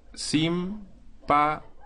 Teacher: Tenemos cuatro sílabas, dos juntas, primero una vocal cerrada y luego una vocal abierta. La vocal cerrada, tal como se indica, lleva tilde. · Term: hiato acentual